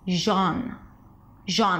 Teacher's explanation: So the first syllable is Jean. Jean, it's a J sound, then the A as in father, and then an N sound